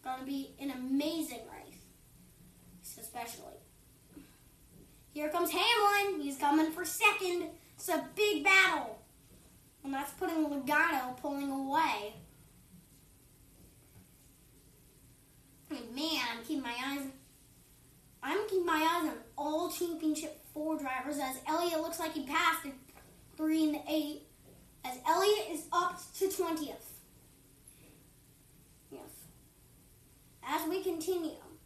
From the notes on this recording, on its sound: This took 3 tries do to a tv malfunction with its noise level which was a bit uncomfortable.